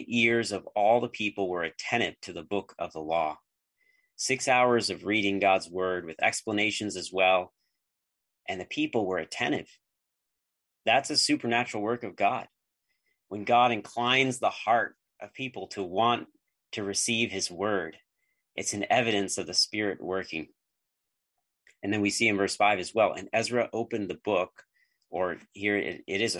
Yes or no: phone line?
no